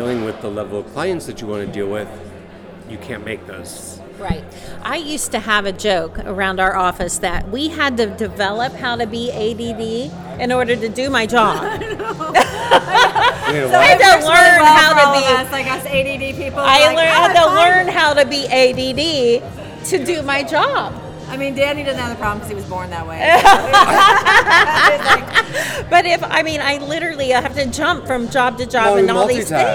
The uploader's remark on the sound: Live at the Phillips Collection Pt. 2